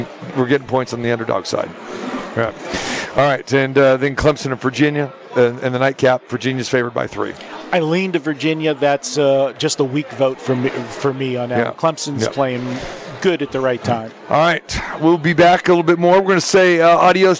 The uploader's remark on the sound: Live From the Westgate Las. Vegas Super Book